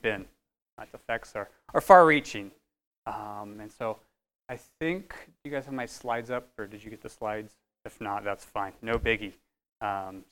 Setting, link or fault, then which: setting, large echoing room